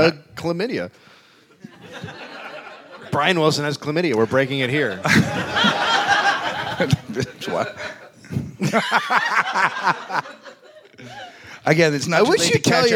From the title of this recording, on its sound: Live from LA Podfest